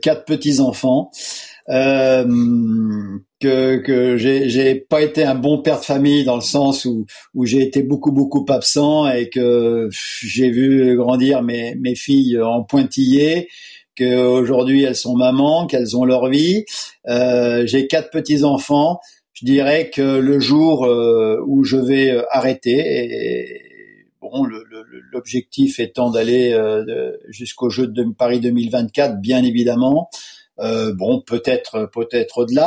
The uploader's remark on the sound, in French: Pour la première fois depuis le lancement de ce podcast et confinement oblige nous avons enregistré ce nouvel épisode à distance.